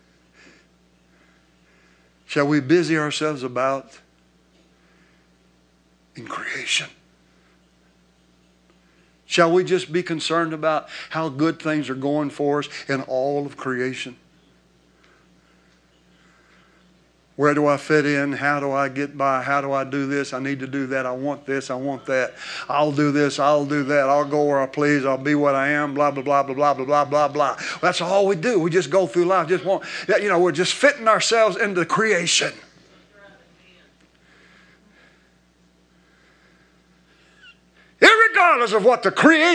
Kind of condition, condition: setting, large echoing room